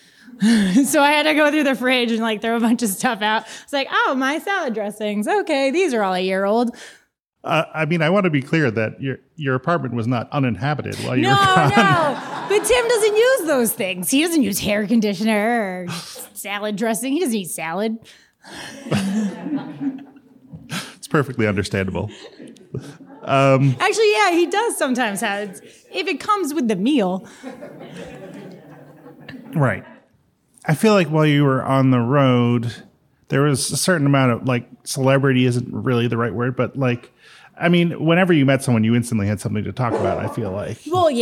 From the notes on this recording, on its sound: The first half of the … live show